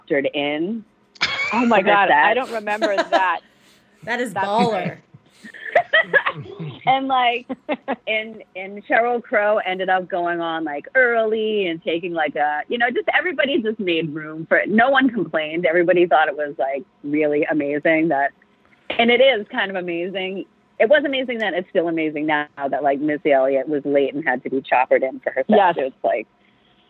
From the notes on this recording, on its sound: Special call-in guests. Telephone interview.